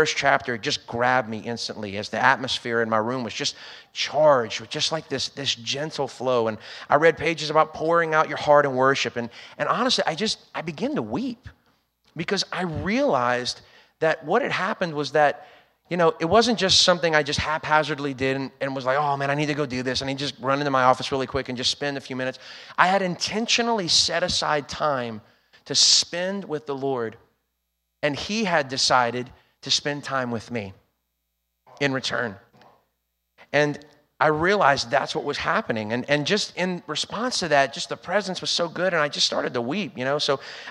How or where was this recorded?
large echoing room